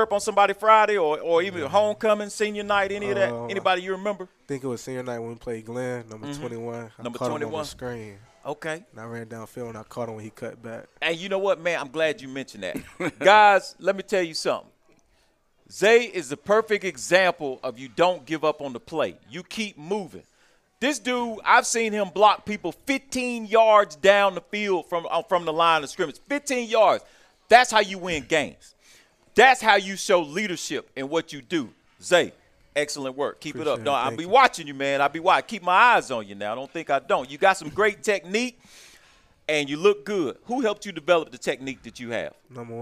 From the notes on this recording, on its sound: live from Monte De Rey Mexican Restaurant in Kernersville